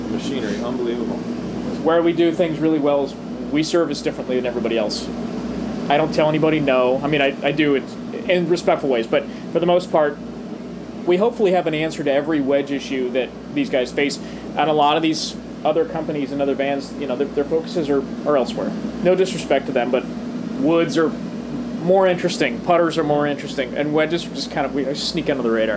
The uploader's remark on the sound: on location at The Player's Championship